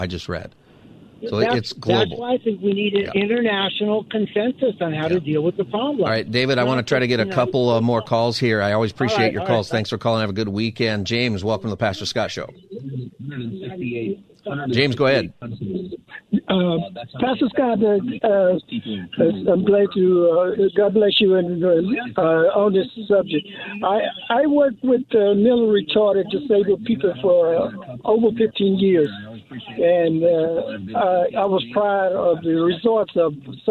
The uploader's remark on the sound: open phone Friday taking calls on any topic